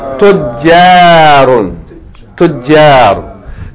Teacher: It's going to be doubled with shadda, and it's going to get fatha alif, long vowel.